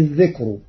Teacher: أما كلمة الذكر ففيها الترقيق لأن الكاف الساكنة ليست حاجزا مانعا من الترقيق